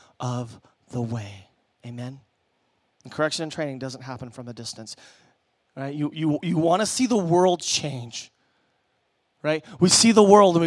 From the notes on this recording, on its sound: Preached at Emmaus Church on Sunday, October 27th, 2019.